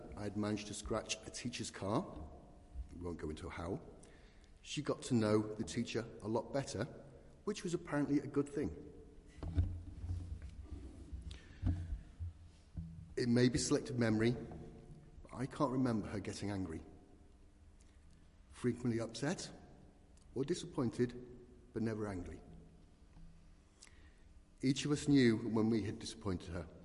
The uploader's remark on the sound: Christ Church, Bayston Hill (UK)